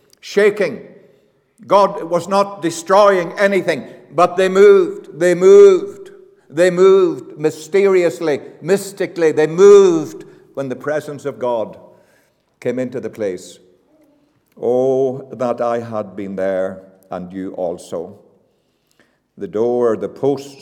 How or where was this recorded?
large echoing room